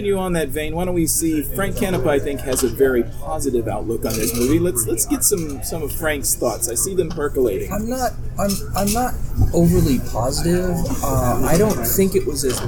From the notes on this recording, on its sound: Our latest show was recorded at Area 51 comics and Games in Grapevine, TX.